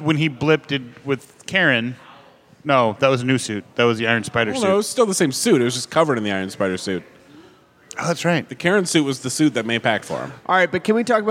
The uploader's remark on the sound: Live to tape from CONvergence 2019!! This episode is our annual unedited recording from CONvergence (Minneapolis) where the guys sat in the lobby of the hotel and talked their normal nerd talk.